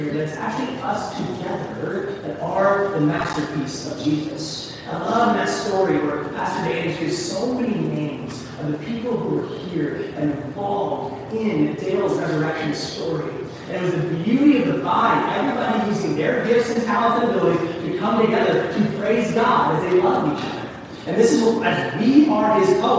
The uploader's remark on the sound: Easter Sunday - apologies for the poor audio quality!